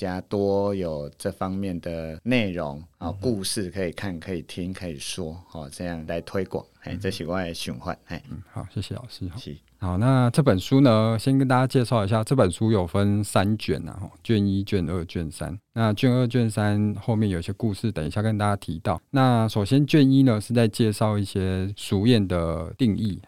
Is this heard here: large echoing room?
no